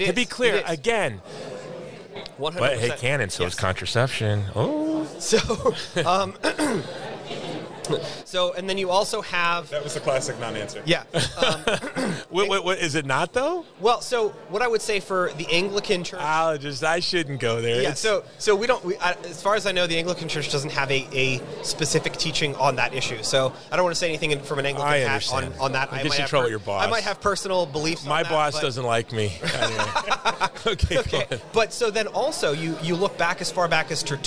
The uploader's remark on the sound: More interviews at the International Religious Freedom Summit on Location in Washington DC